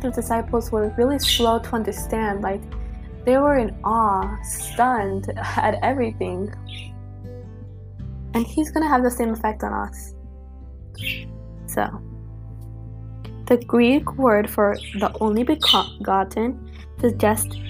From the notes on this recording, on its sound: Sorry for my birds and shuffling hopefully the music drowns the background noise.